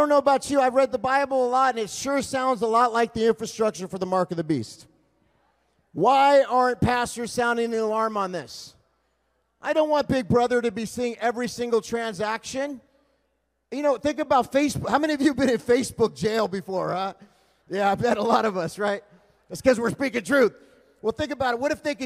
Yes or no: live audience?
yes